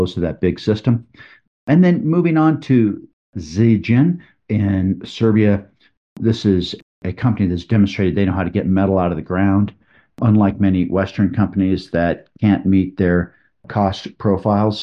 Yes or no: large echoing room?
no